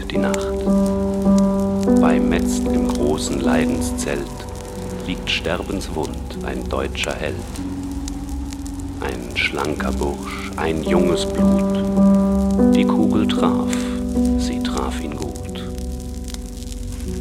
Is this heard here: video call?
no